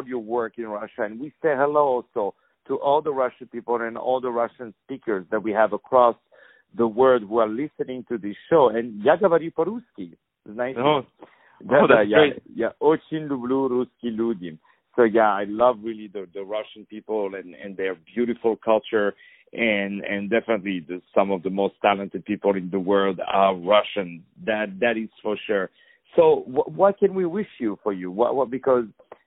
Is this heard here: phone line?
yes